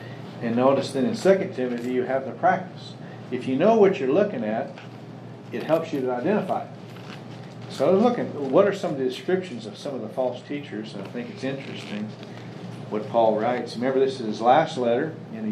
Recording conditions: live audience